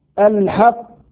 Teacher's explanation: إذا وقفنا على كلمة الحق، والوقف هنا جائز، الحق، القلقلة هنا قلقلة كبرى لأن الحرف مشدد موقوف عليه